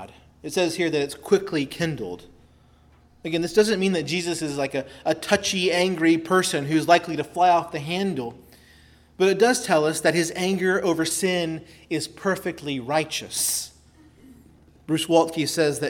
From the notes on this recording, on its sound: preached at Christ Our Savior Baptist Church